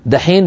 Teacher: فمع مرور الزمن كأن الناس قلبوا التاء المهموسة إلى دال مجهورة فيقولون دحين بمعنى هذا الوقت دحين، فكأن كلمة تحين هي مستعملة